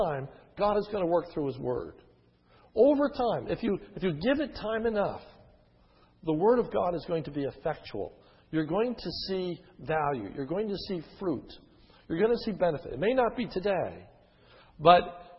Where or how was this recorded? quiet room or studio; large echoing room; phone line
large echoing room